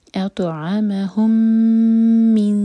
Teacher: میم کے بعد میم آ رہا ہے تو میم کو ہم ہولڈ کریں گے 2 سیکنڈس کے لیے یا ہم ادغام کریں گے. دونوں میم کو مرج کریں گے.